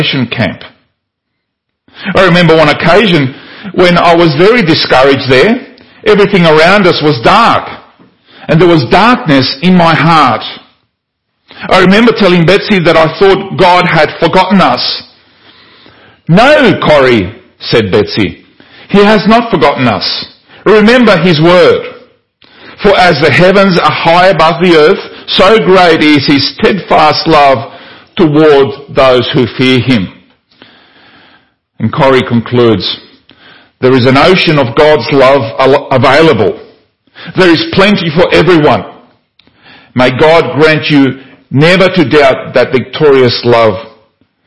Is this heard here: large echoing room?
yes